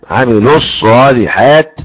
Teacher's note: امنوا وعملوا، عملوا فيها مد طبيعي، لكن عملوا الصالحات تحذف الواو، يحذف المد بتاع اللام، عملوا الصالحات، ولا اقول عملوا صالحات هذا خطا، عملوا الصالحات.